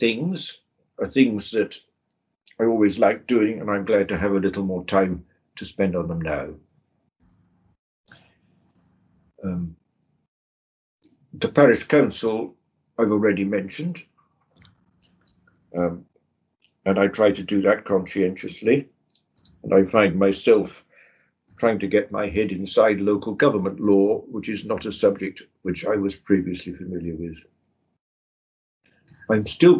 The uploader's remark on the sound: The interview was recorded online